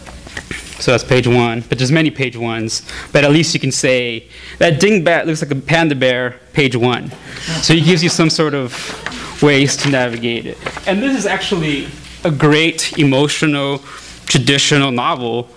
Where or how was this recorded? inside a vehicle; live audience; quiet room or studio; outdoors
live audience